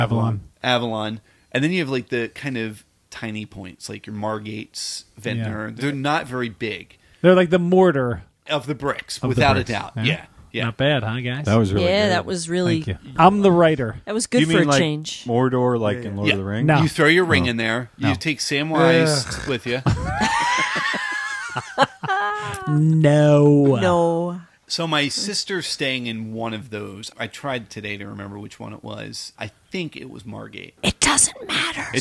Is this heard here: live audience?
no